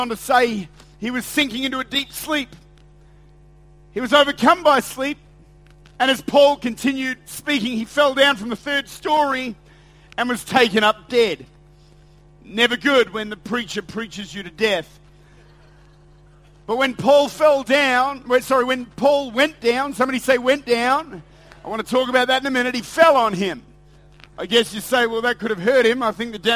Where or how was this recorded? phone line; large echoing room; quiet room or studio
large echoing room